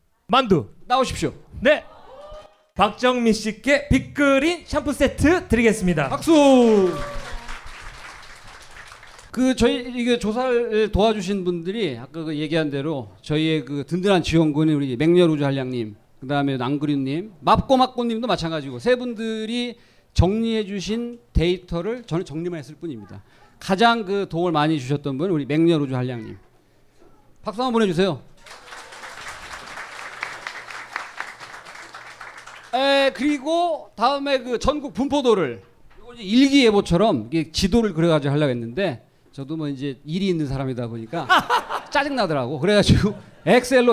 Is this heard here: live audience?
yes